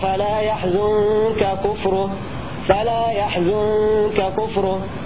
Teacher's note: لكون النون الساكنة تخفى قبل الكاف الأولى، فانتقل مخرجها إلى قرب مخرج الحرف المخفى عنده على أصح الأقوال.